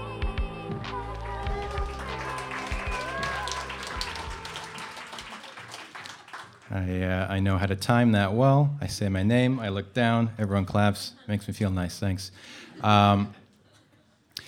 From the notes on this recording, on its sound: A previously recorded evening of storytelling and otherwise. At The Lido in Vancouver, BC.